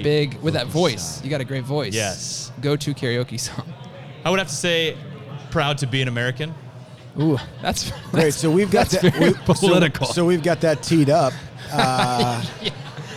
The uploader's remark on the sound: This episode of The Building Code was recorded live, on-stage at our November session of Buildertrend University.